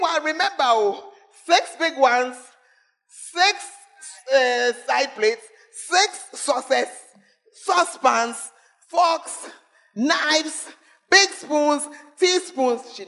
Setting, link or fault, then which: setting, large echoing room